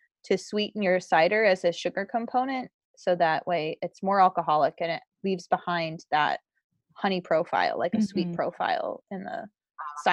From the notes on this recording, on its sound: Interview was conducted via zoom and the internet connection slowed at times